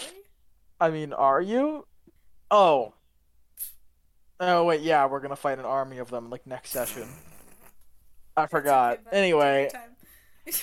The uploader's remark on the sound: This episodes audio is balanced terribly.